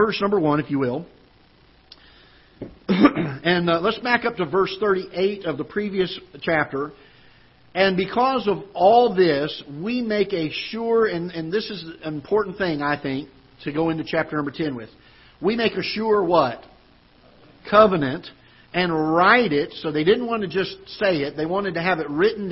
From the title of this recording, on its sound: Ketha Heights Baptist Church ~ Live Broadcast